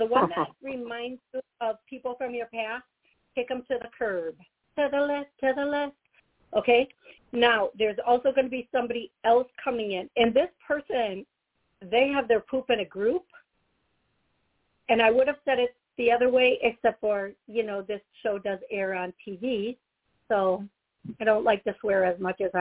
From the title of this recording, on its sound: Taking callers Live